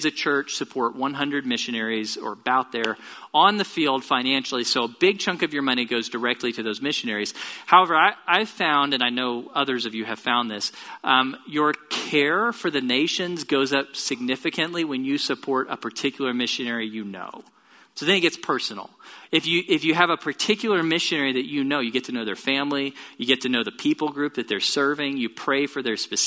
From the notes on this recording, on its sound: Location: Grace Bible Church Southwood